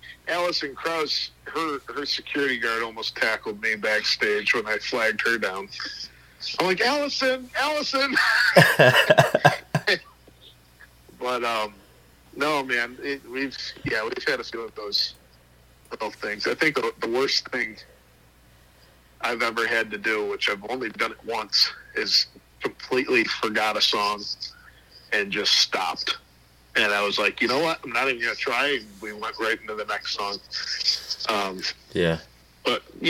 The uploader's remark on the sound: burnt the phone lines out to Buffalo, NY